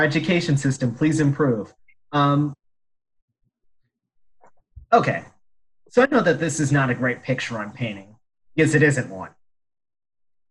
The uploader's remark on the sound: This is the first time we recorded a show via Zoom and we apologize for any quality issues with the audio, we are working them out.